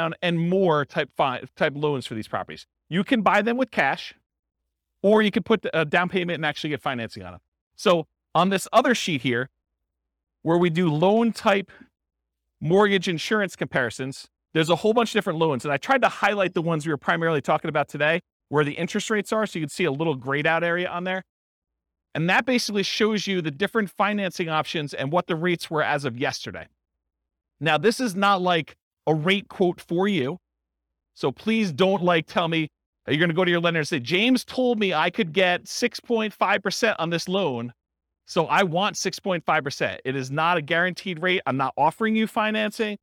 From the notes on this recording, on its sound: This was a live class recorded